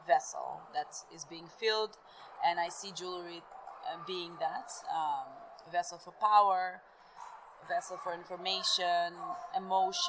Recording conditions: busy venue